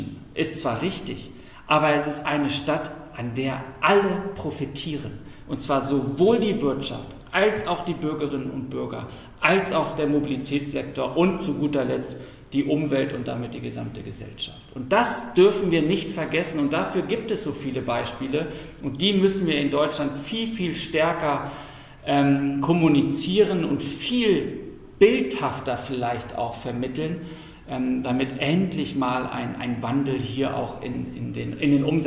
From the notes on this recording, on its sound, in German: Die Diskussion wird zur Hypermotion Frankfurt im Rahmen eines Panels